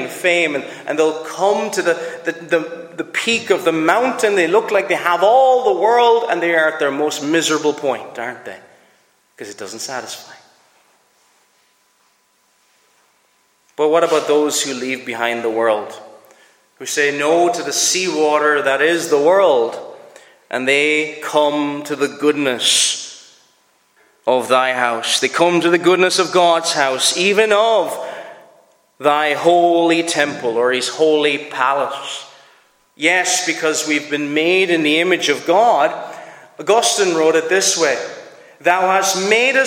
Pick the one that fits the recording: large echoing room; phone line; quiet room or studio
large echoing room